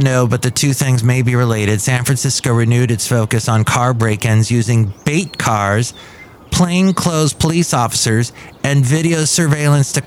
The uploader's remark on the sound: podcasts live from Café Anyway